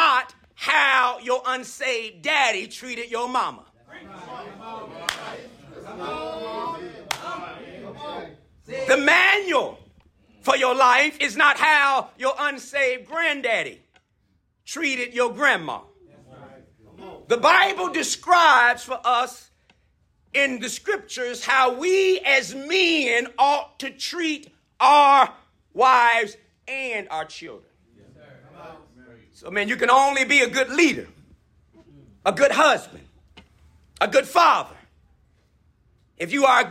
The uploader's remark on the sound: addresses a group of men during the breakout sessions of the 2023 Building the Bridge Conference held at Royalwood Church, Houston, Tx.